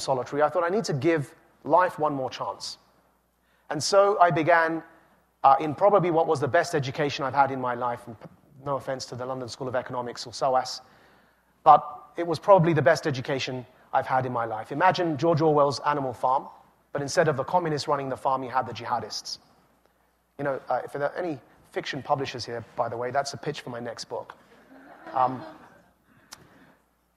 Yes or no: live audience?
yes